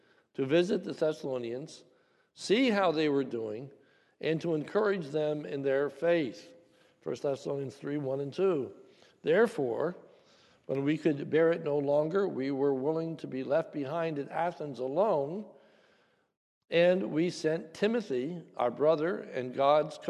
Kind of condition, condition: setting, large echoing room